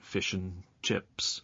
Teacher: the word and is often pronounced un in phrases like fish and chips · Term: weak pronunciation of vowel sounds